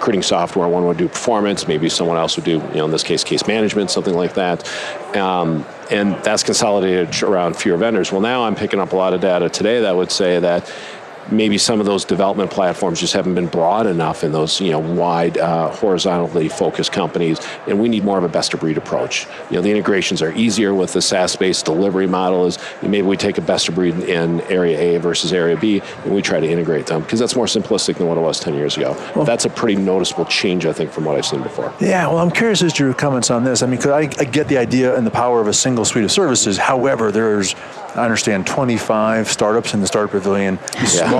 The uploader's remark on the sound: LIVE from Las Vegas, at #HRTechConf